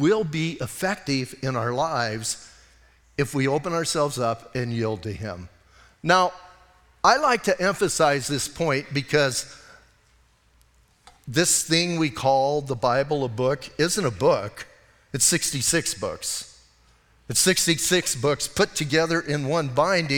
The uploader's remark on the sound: Audio messages from Calvary Chapel in Sierra Vista